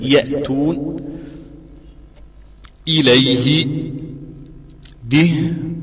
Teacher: أقصى الحلق أي أبعد منطقة من الحلق عن الشفتين، أبعد منطقة عن الحلق من الحلق عن الشفتين، وهذه مخرج الهمزة والهاء. همز فهاء وهي منطقة الأوتار الصوتية